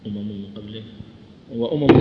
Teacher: يزاد في صوتها يزاد بحيث تصل إلى غنتين إلى حركتين · Term: الغنة